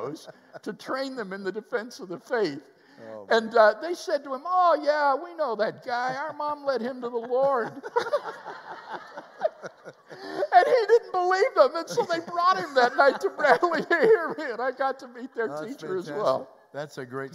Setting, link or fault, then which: setting, live audience